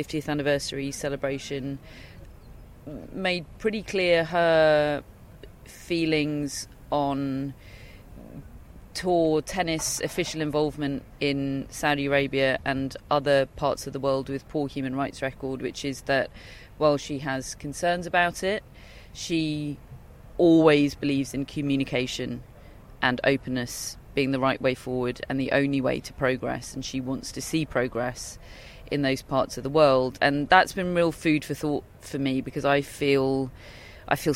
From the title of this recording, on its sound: Live from Wimbledon - Media Day